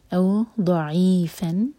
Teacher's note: ضاد ہیوی اور زبان کے سائڈ سے ہم ضاد کا مخرج نکالتے ہیں